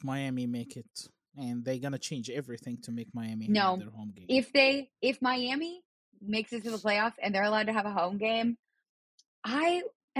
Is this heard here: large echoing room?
no